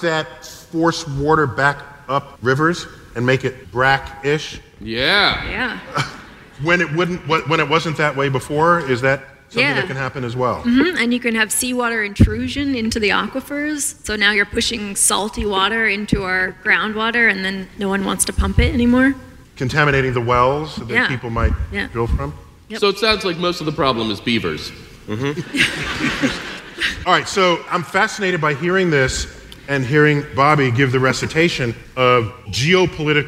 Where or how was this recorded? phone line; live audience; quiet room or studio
live audience